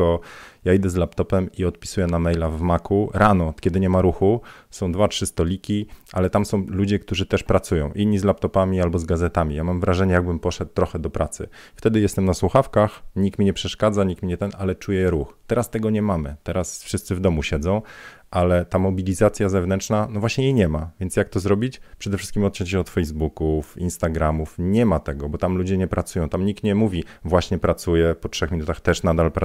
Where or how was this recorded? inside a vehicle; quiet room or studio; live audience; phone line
quiet room or studio